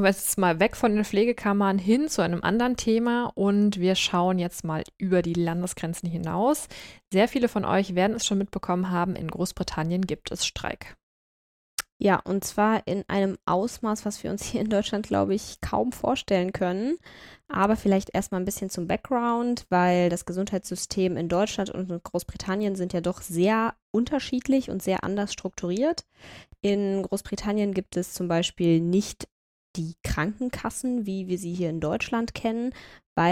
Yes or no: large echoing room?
no